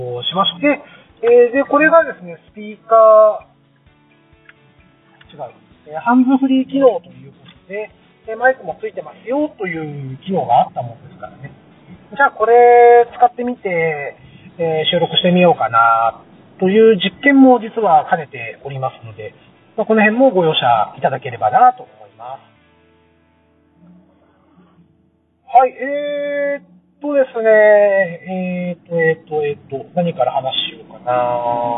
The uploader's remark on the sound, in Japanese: 今回は、車の中から収録した分を配信致しました。走行音もそうですが、マイク付イヤホンでの声がかなり聞き取りにくいかもしれません・・・。